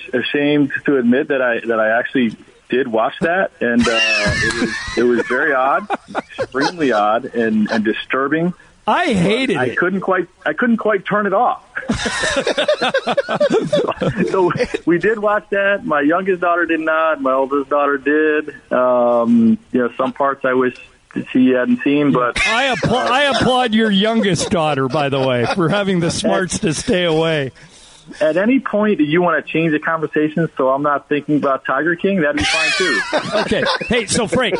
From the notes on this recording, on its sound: Called in to talk about how he's handling the quarantine.